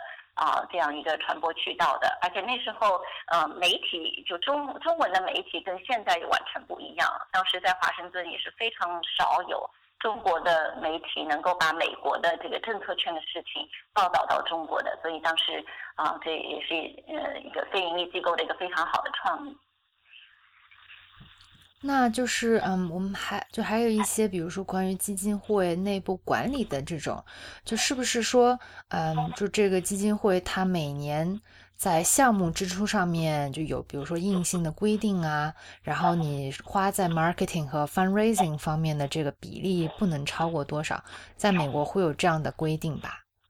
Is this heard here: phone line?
yes